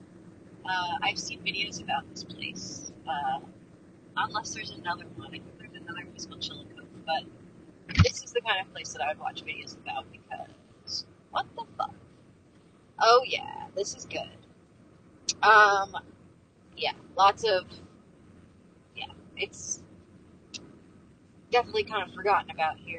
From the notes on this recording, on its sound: Updates on my cross country trip recorded while excitedly driving through texas and describing my surroundings.